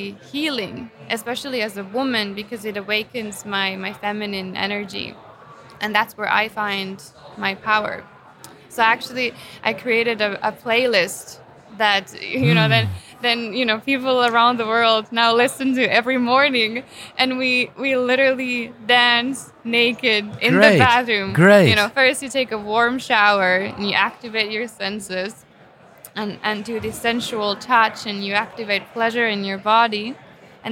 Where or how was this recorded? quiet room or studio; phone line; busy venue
busy venue